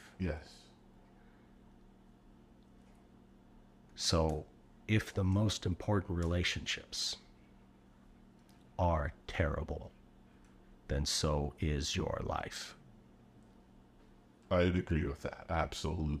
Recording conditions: sounds in the background